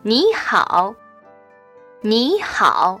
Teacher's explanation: 你好你 and 好 taken individually are third tones. However, when we say 你好 together,你 changes to the second tone